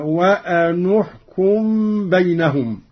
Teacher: قوله تعالى: وأن احكم بينهم بما أنزل الله. قرأ قالون بضم النون أولى الساكنين هكذا: وأنحكم بينهم.